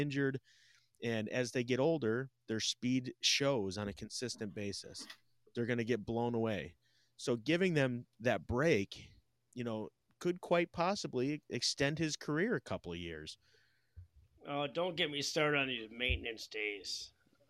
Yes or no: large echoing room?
no